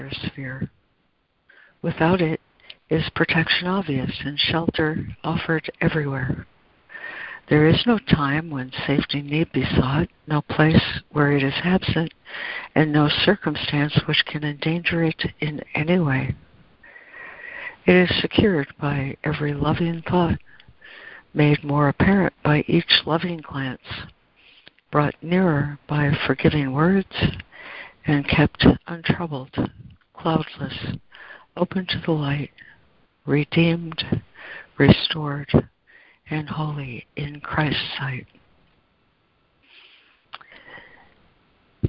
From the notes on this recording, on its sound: ACIM Daily Conference Call